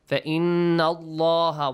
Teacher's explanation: The letter lam in the word Allah has to be pronounced heavy